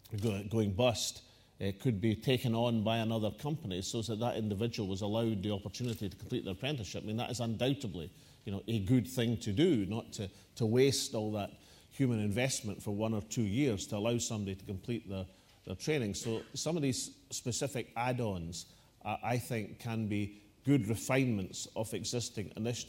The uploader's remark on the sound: National Economic Forum: 1 February 2012: Welcome, First Minister’s opening address and Q&A session